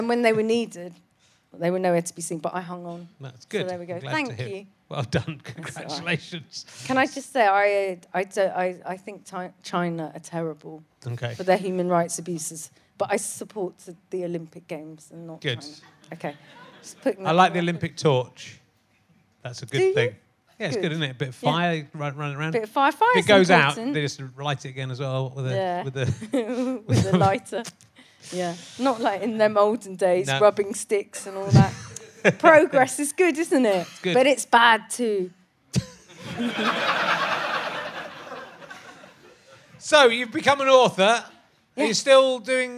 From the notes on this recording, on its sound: chats with a secretive journalist in his audience